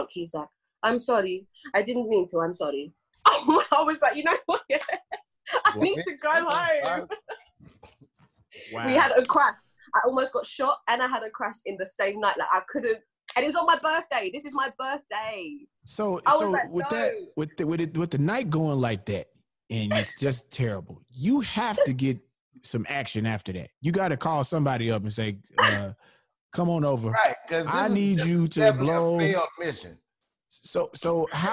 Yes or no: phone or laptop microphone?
no